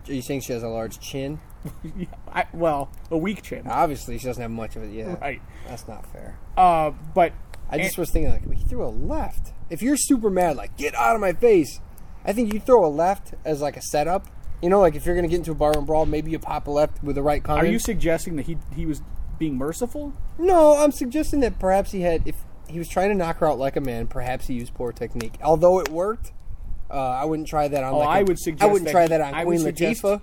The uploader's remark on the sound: HOPEFULLY IT WILL BE THE LAST ONE WE RECORD OUTSIDE.